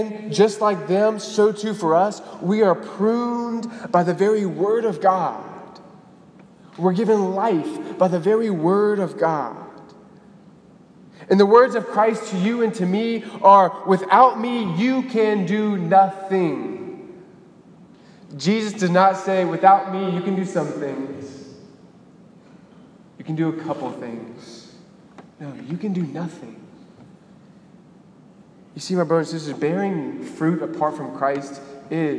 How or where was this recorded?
large echoing room